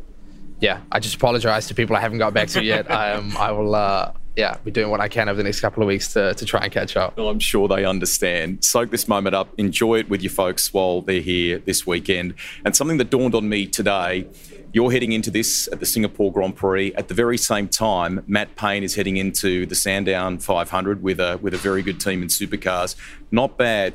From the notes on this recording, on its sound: Live from the Singapore GP. Live from the heart of Singapore ahead of the Grand Prix.